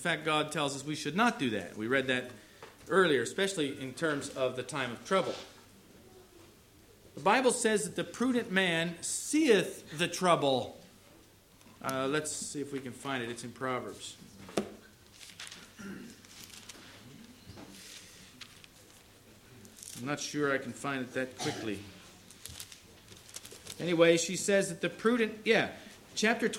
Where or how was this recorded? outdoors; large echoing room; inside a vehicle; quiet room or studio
large echoing room